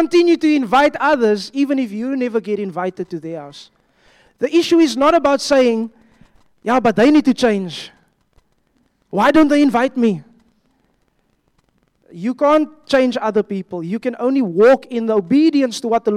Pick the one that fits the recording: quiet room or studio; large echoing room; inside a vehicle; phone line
large echoing room